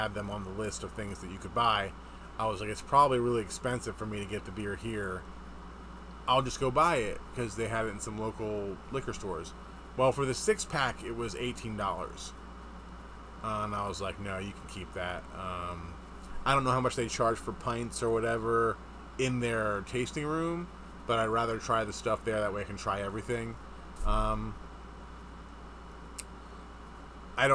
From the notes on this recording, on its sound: That noise in the background is our air conditioner.